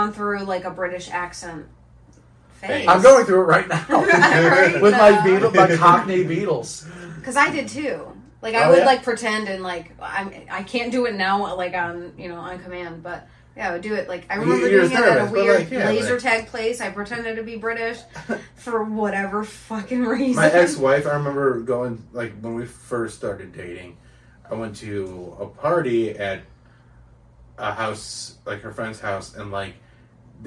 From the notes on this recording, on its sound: The sound got messed up on this one.